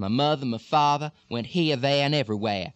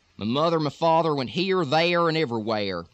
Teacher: In Texas, the R is very, very much pronounced. · Shown in: second take · Term: hard R